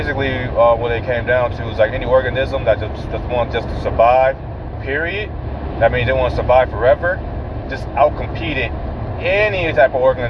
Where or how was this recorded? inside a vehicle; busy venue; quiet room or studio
inside a vehicle